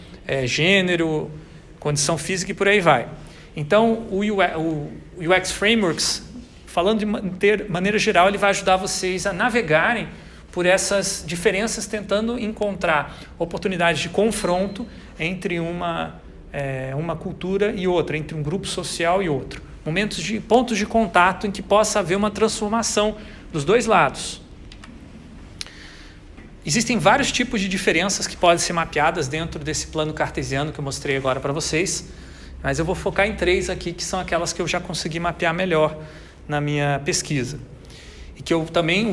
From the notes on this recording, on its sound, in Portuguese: Grava��o realizada na disciplina Metodologia da Pesquisa do curso de Tecnologia em Design Gr�fico da UTFPR.